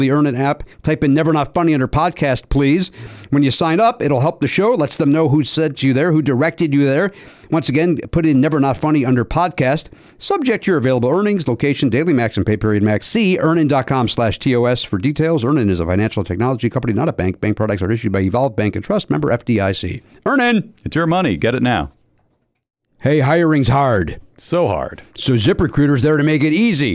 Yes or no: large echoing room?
no